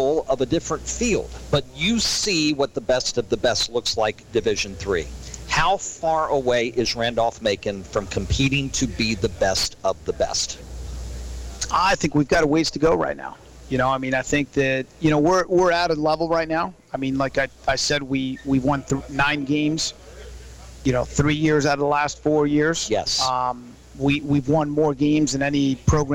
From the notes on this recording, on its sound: As heard LIVE on 102.9 The Mater live at Sports Page Grille in Ashland.